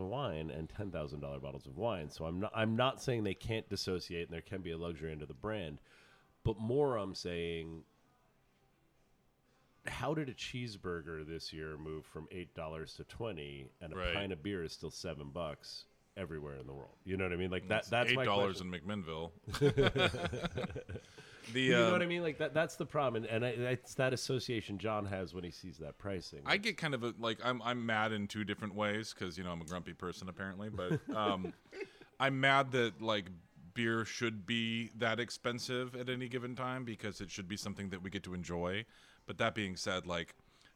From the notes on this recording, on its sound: Recorded on location from the Little Beer festival in Duluth, Georgia